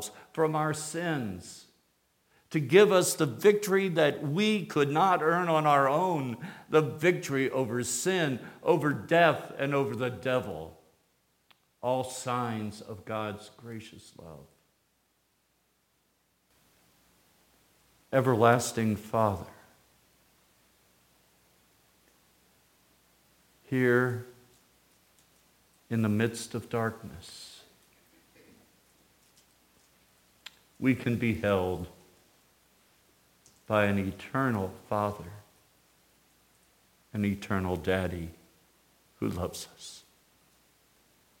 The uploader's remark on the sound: Sermon from Christmas Eve Candlelight Service 2018. Today’s episode came from our worship service.